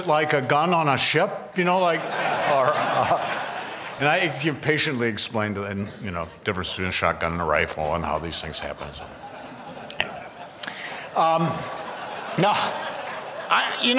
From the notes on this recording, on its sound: at the Acton Institute's 23rd Anniversary Dinner on October 24, 2013